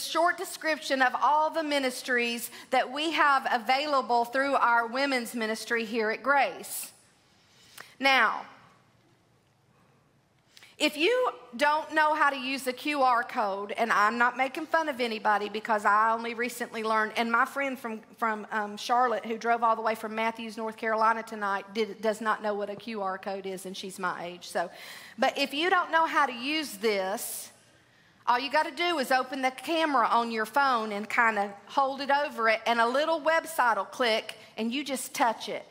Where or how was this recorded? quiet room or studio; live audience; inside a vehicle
live audience